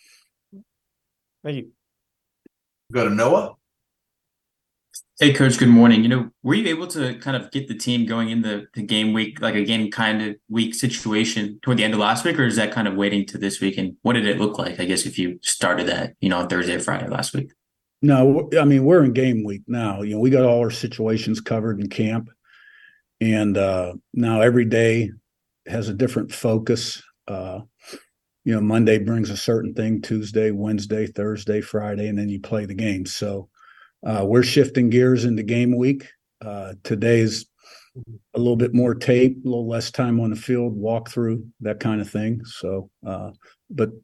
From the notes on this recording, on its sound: Sun Belt Zoom Call - 8/28